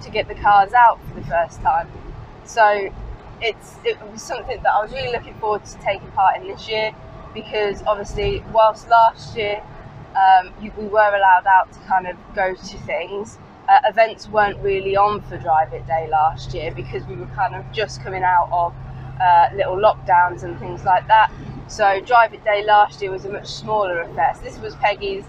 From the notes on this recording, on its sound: all recorded from my 1968 Morris Minor, Peggy